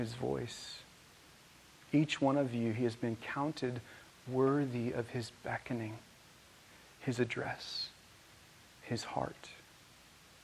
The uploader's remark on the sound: This message was recorded on June 4, 2023, at View Ridge Middle School in Ridgefield, Wa.